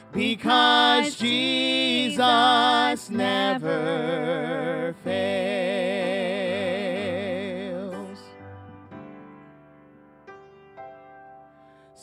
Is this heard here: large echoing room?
yes